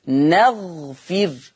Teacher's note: يقرأ حفص نغفر بفتح النون وسكون الغين وكسر الفاء